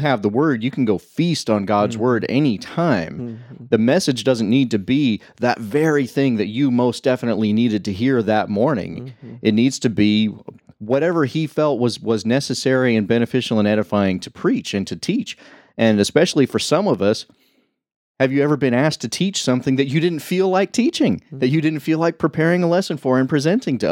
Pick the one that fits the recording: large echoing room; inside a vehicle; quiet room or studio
quiet room or studio